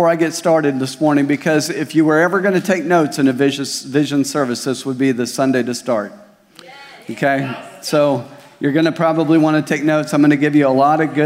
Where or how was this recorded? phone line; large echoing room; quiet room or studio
large echoing room